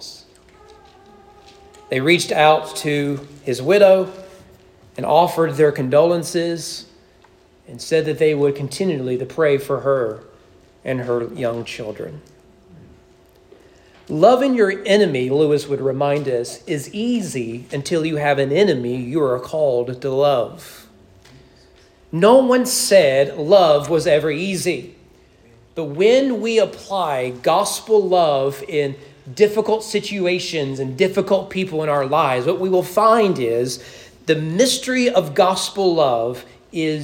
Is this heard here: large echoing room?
yes